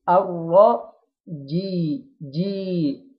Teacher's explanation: الياء هنا قبلها كسرة يبقى حرف مد، هديها حركتين